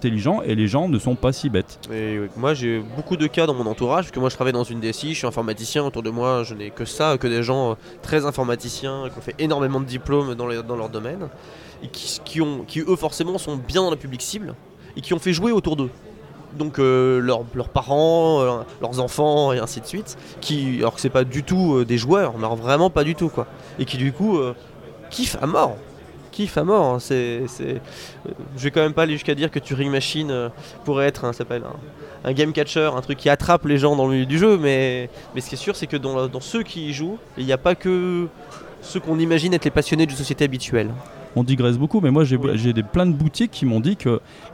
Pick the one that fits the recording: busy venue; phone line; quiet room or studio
busy venue